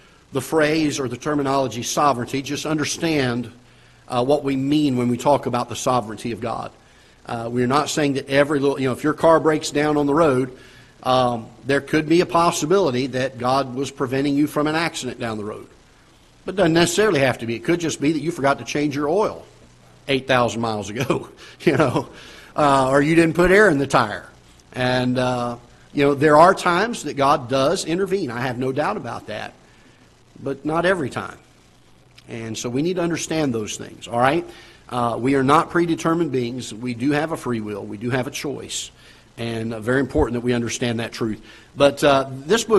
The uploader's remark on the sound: Ketha Heights Baptist Church ~ Live Broadcast